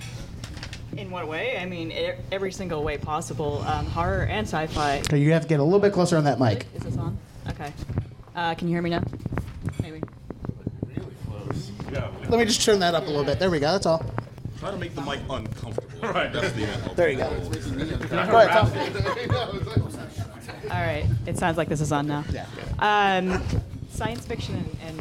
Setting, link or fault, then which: setting, busy venue